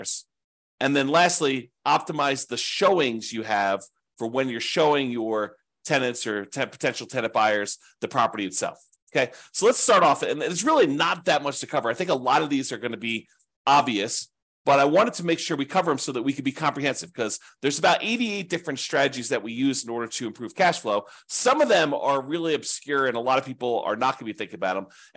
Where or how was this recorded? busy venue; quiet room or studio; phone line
quiet room or studio